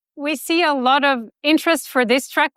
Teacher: Das klingt hochtoniger, ist es auch. Wir haben jetzt 240 Hertz im Schnitt, also das sind stolze 70 Hertz Unterschied.